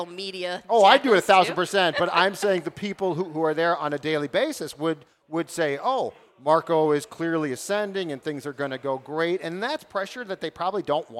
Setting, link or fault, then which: setting, busy venue